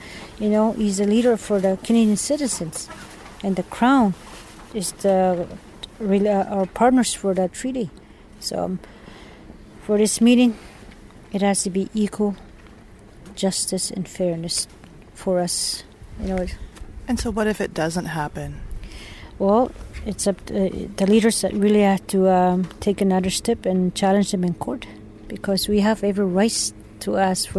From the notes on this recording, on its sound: on location at her teepee on Victoria Island in Ottawa